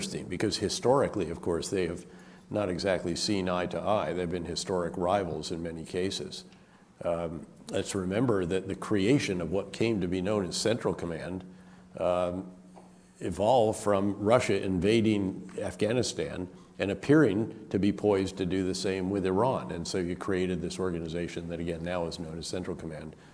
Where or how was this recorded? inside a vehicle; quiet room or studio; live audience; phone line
live audience